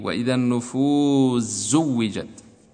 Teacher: وأدخل سين النفوس في زاء زوجت